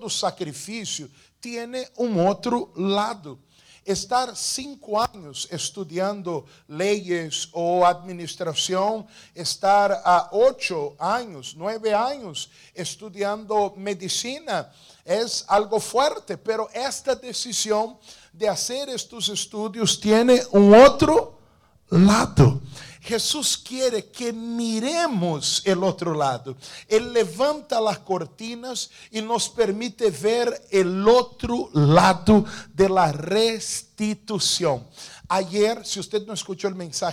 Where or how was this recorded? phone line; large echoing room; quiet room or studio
large echoing room